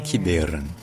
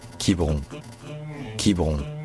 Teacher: non seulement le E au milieu est prononcé, non seulement il est prononcé E, mais en plus c'est là qu'il est l'accent tonique · Shown in: first take